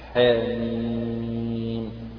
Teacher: بالنسبة لحاء هذه تمد مدا طبيعيا بمقدار حركتين، نوع هذا المد يقال عنه مد حرفي طبيعي، لأنه في حروف فواتح السور.